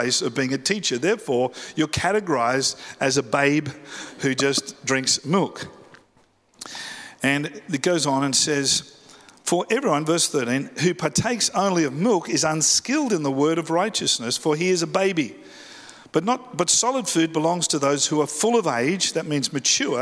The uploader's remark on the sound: live at Freshwater Church on Sunday the 4th of February, 2024